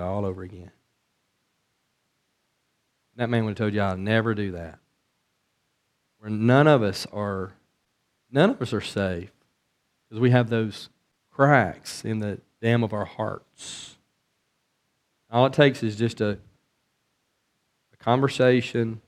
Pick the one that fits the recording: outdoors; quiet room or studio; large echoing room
large echoing room